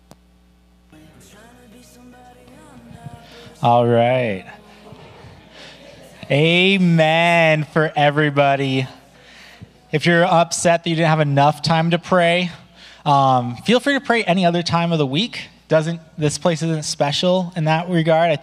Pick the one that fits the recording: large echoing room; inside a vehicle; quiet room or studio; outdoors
large echoing room